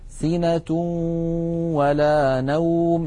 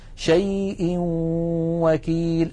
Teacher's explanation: إدغام النون الساكنة والتنوين في الواو والياء إدغاما ناقصا تبقى فيه الغنة · Term: الإدغام الناقص